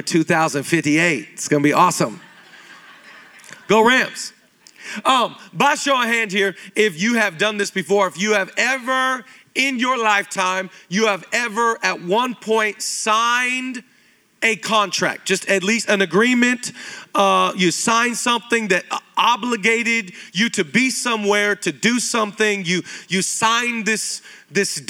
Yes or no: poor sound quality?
no